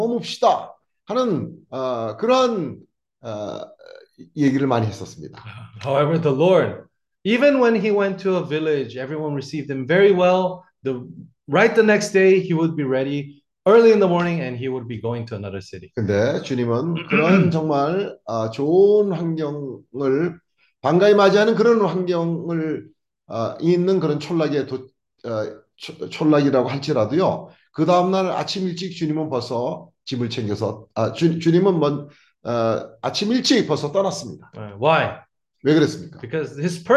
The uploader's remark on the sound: Zoom meeting.